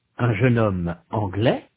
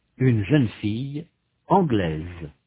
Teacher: In sound, the feminine forms, anglaise and suédoise, have a final consonant z, that the masculine anglais and suédois do not. In the masculine, the final s is not pronounced. In the feminine, it represents the sound z.